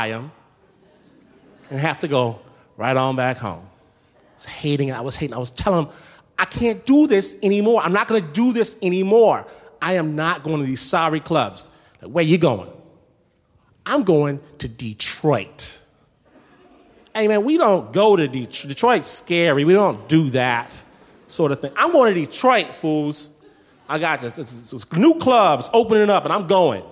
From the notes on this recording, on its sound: As they unveil their darkest secrets before a screaming audience at San Francisco's Brava Theater. Snap Judgment, LIVE!